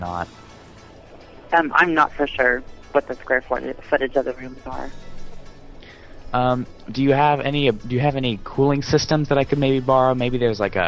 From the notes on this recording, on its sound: Prank Phone Calls